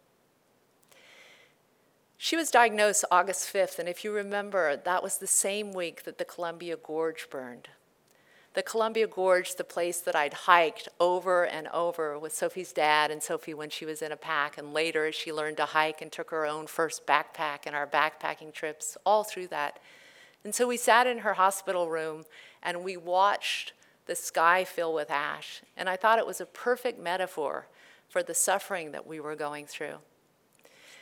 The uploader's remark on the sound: In this live presentation